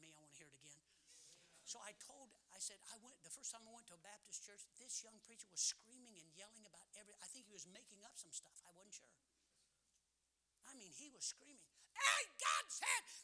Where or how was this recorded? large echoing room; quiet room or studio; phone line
large echoing room